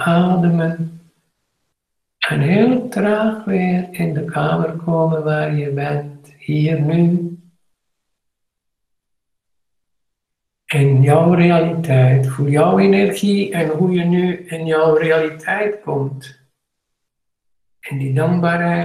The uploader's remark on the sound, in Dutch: Google Meet opname van maandag 21/12/2020